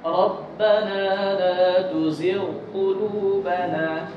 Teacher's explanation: artinya tidak boleh ghain hilang. Ghain harus nampak setelahnya qaf.